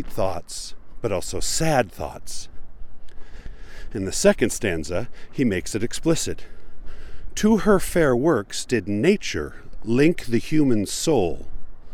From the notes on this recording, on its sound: Recorded by the shore of Utah Lake on a windy but pleasant day. My favorite part of this recording is the sounds of the killdeer, which I wish were louder, but of course every time I got close they decided to fly away.